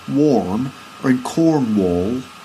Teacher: So you can hear there in the Cornish accent, the R sound is rounded · Term: rounded R